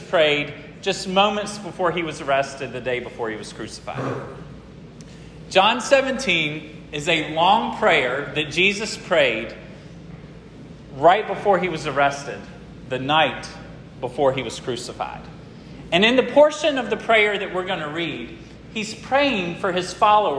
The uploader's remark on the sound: This sermon was preached at Hope Fellowship on July 23, 2023.